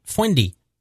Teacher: So when she called James her friendy, she couldn't pronounce the R, so it would come out as my Fwendy